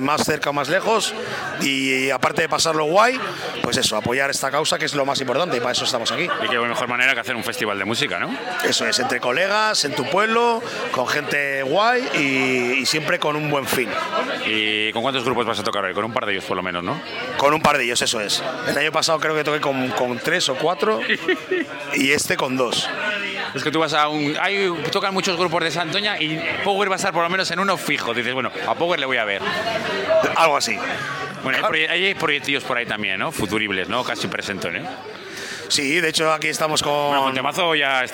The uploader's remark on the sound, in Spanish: Sacamos la unidad móvil de Radio Meruelo a la calle y nos vamos a Santoña al nivel 10 y nos metemos de lleno en el festival benéfico para la lucha contra el cáncer Movember 2023